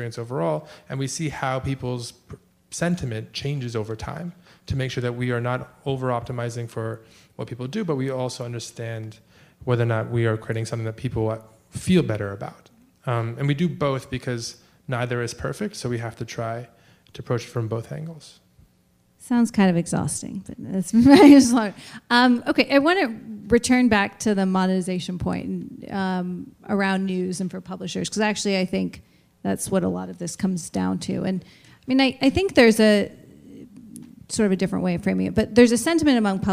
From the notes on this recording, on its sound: recorded at a May 17 conference co-hosted by CJR and The Information in San Francisco